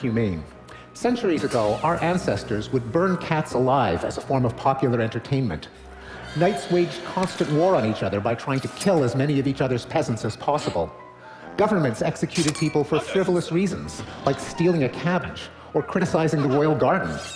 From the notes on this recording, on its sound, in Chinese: 这段对话是在TED现场录制